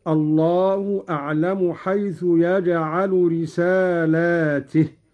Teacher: قرأ قالون بمد اللام وكسر التاء